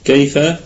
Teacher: الكلمة كلها مرققة والياء ياء لينة ساكنة أتى قبلها فتحة · Term: حرف لين